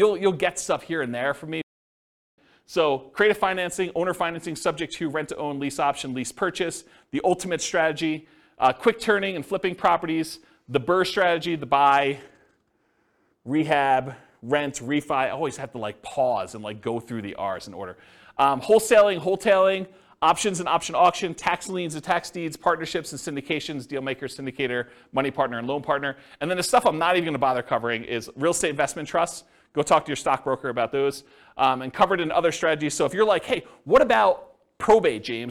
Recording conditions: live audience